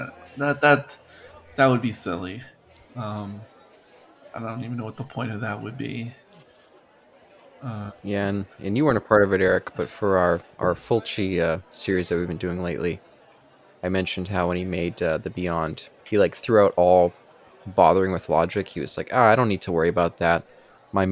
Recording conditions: live audience